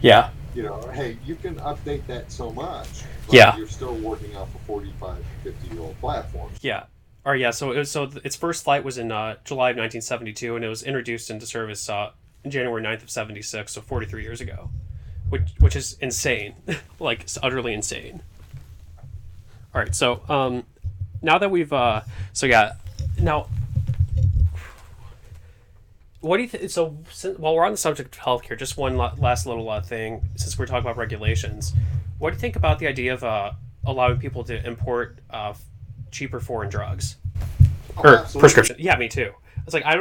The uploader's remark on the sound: the single-track recording I used had a significant imbalance between him and I